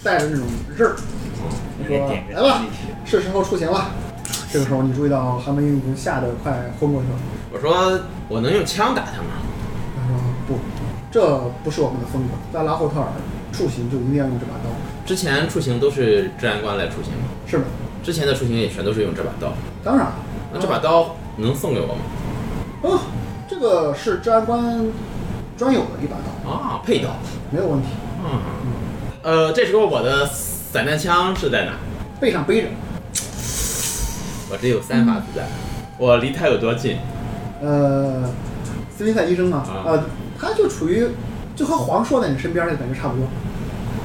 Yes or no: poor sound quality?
yes